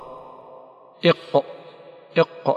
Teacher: أقصى اللسان مع ما يحاذيه من أقصى الحنك الأعلى، ويخرج منه حرف واحد وهو القاف